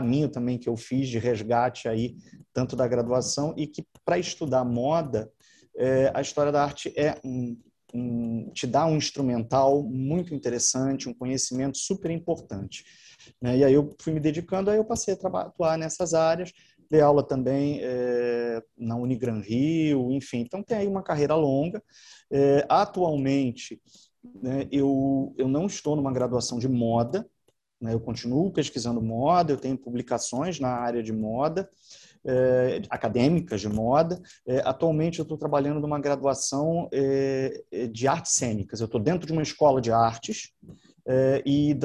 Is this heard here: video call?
yes